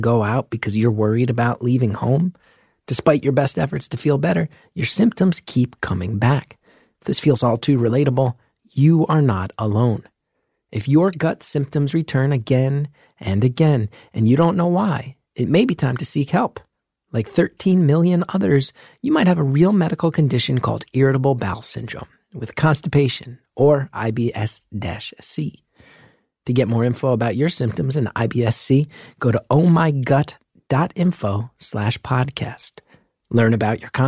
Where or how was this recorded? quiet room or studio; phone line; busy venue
quiet room or studio